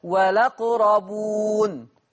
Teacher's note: عندنا كلمة والأقربون، نقلنا فتحة الهمزة وديناها لللام فتبقى والأقربون · Term: النقل